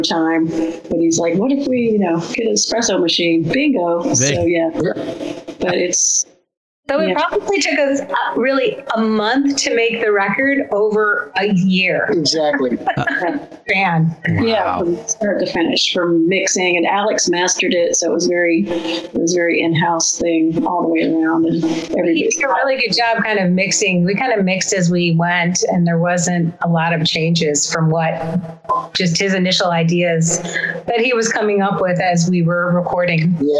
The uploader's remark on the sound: we had to fight through some connection problems.